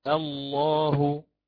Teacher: ففي اللام المفخمة هناك تقعر لوسط اللسان، تقعر لوسط اللسان، ثم تضيق للحلق